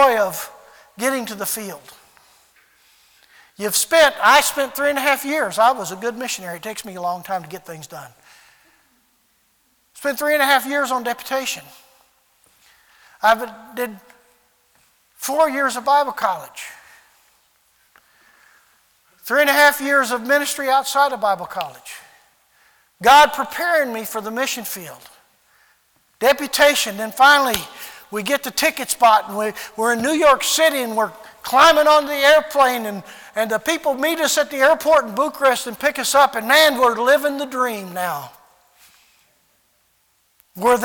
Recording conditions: large echoing room